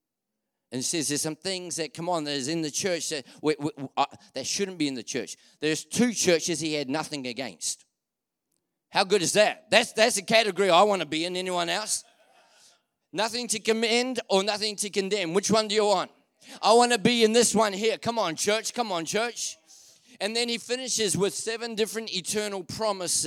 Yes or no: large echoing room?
yes